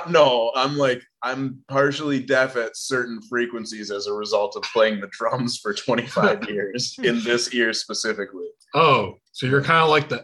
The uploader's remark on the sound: Recorded via Zoom on Sunday, December 12th, 2021, in Kalamazoo, Michigan and Saltash, Cornwall.